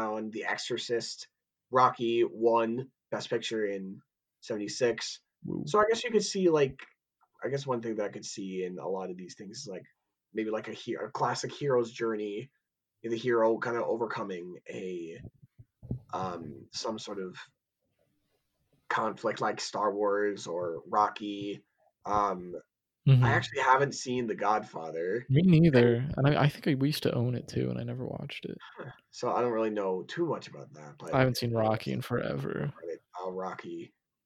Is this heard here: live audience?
no